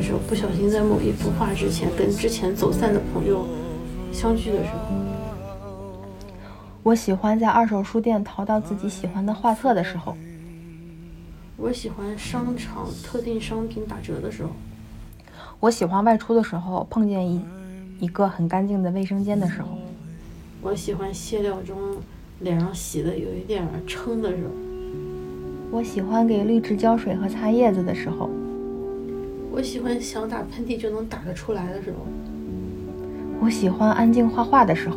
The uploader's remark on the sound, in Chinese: 录制的时候很放松，收声上可能会有些杂音。